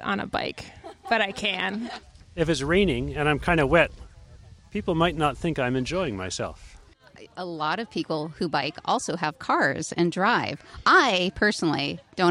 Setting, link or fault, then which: setting, outdoors